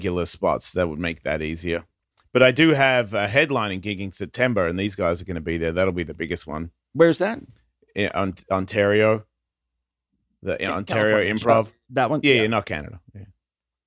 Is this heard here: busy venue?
no